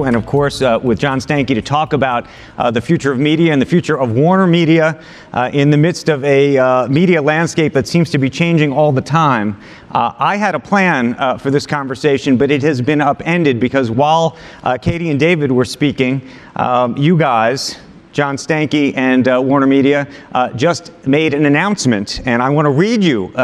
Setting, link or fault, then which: setting, busy venue